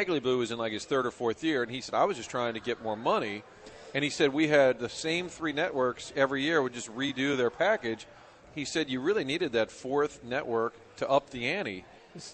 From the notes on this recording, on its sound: broadcasting live from Hot Shots in Fenton